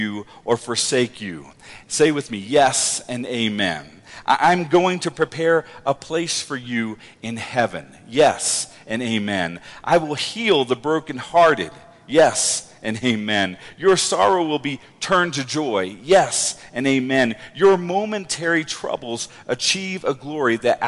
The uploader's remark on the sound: Woodland Life Church Live